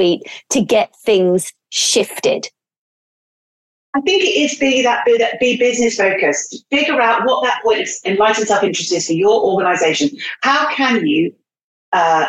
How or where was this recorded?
video call